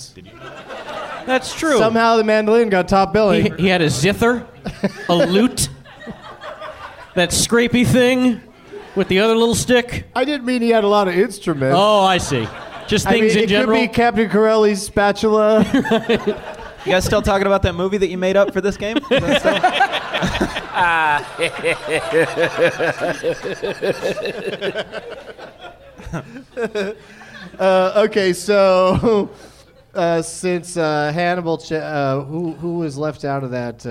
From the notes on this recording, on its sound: Live from the Helium Comedy Club in Portland, OR